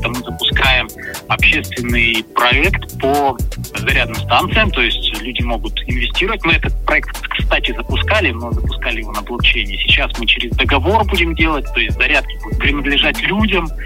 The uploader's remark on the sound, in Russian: Мини-интервью по телефону